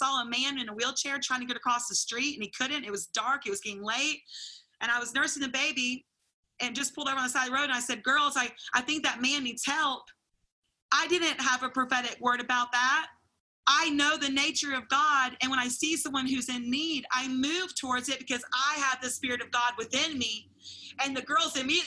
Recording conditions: video call